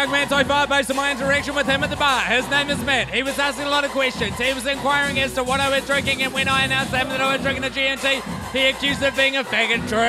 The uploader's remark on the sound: Recorded in downtown Auckland city at a underfilled club on a Friday night